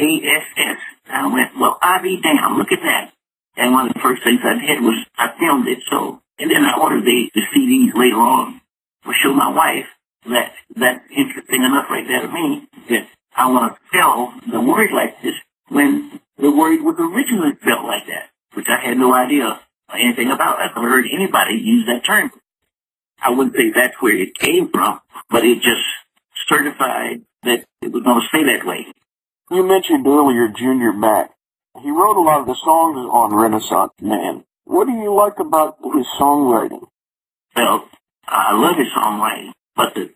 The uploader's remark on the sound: called into the show